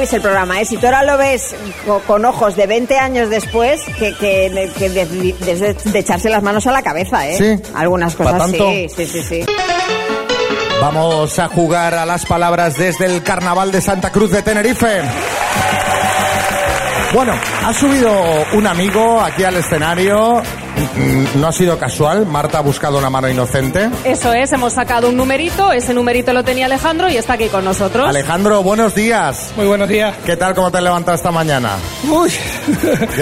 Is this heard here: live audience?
yes